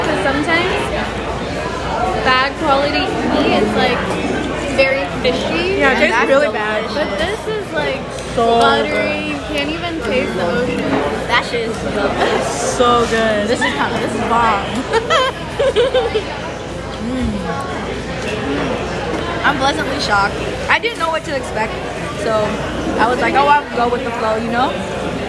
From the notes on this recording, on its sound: recorded at Izakaya Kou in the Fillmore